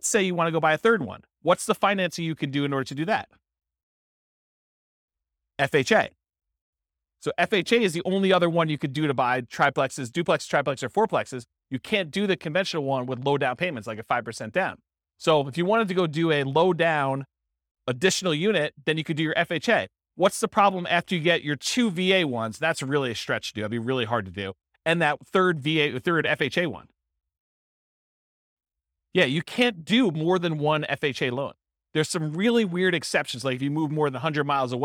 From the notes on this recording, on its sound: This was a live class recorded.